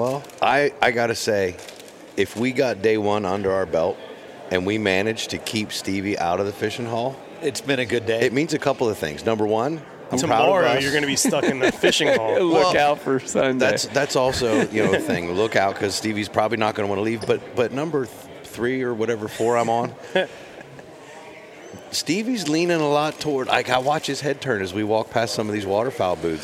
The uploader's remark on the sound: Once again, we are live from the Great American Outdoor Show in Harrisburg, Pa. It’s day 1 of the 2019 show.